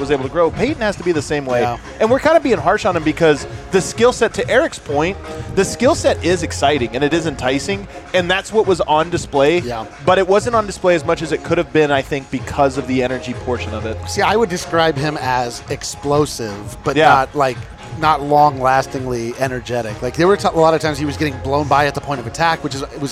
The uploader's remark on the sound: live from Circa Stadium Swim